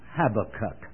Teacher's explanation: the emphasis is on the last syllable